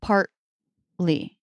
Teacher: The R was an exception. So when it's after an R before a consonant, then it's also a stop T. For example, the word partly.